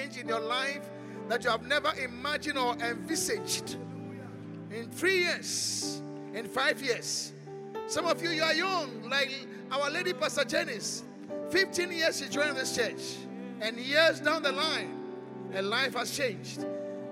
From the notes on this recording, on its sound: Encounter Service. Preached at the Qodesh.